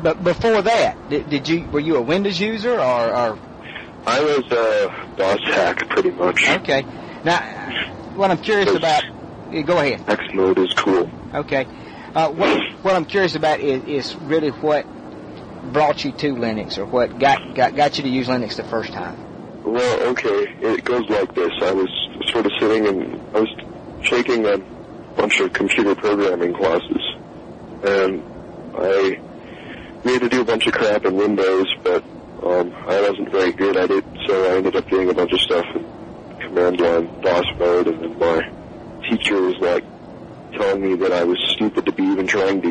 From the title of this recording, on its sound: Phone interview